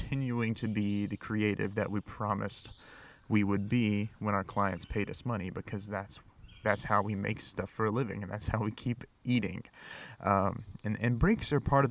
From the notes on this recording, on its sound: I recorded some thoughts while we were out in the wilderness this weekend